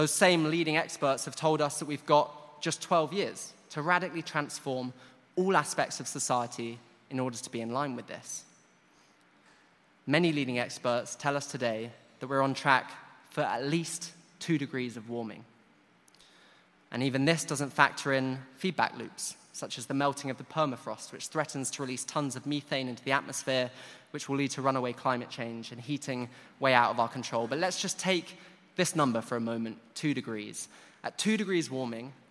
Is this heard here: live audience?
yes